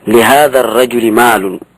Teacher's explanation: فلا يجوز أن تميل الألف في مال فتقول لهذا الرجل ميل